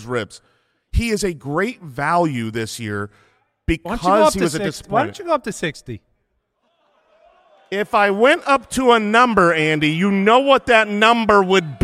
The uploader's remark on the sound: LIVE in LA. Live at the Palace Theatre in LA!